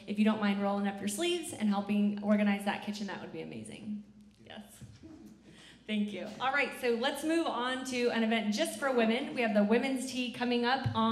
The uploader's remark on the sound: Recording of the 10:45 am service on Sunday, February 17, 2019